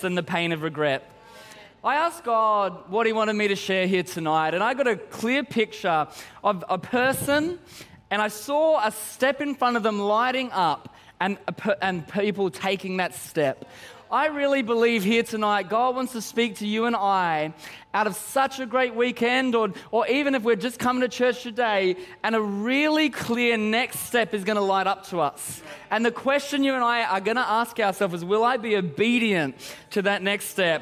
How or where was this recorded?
large echoing room